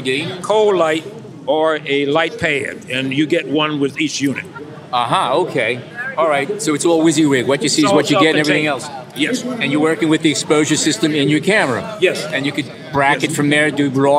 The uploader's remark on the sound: A Walk through PhotoPlus Expo 2017. It is the largest photography and imaging event in North America. It is at the latter at whom we aimed our microphones as we wandered around the Expo floor.